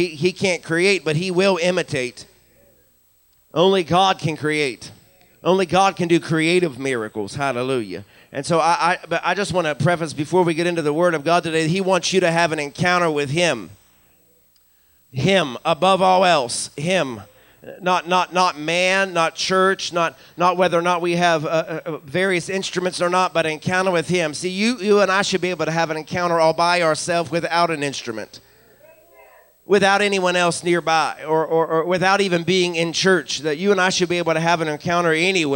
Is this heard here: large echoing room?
yes